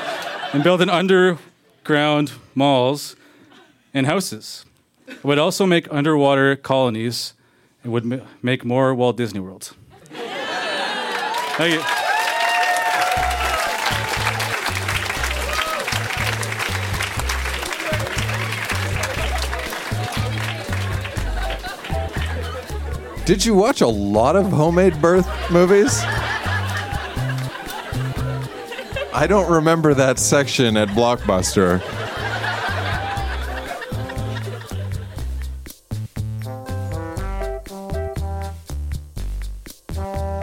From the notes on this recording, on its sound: Recorded live at Yuk Yuk's in Ottawa.